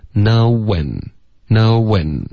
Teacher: 这个结尾的这个后鼻音呢它其实变成一个正常的 N,舌头顶上去